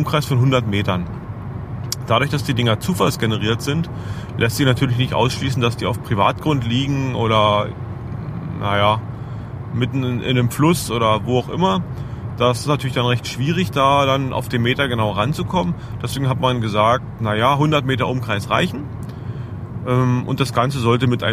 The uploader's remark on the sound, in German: Aufgenommen im Auto, das hört man auch. Es kommt mehr auf den Inhalt an, als auf die (Ton)Qualität.